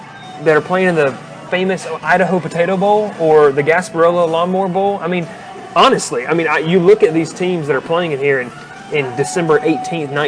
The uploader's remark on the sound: Live from Moe's BBQ in Rome, GA.